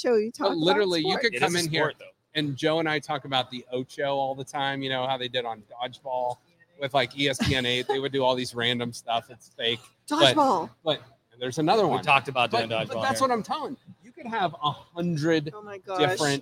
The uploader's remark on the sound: Broadcast live from Penguin City Brewing!